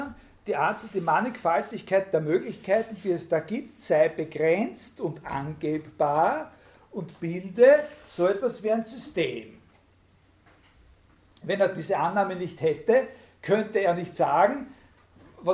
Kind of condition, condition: setting, large echoing room